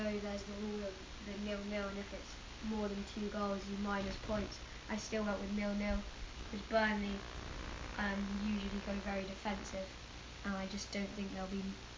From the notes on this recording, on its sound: Sorry about the Mic.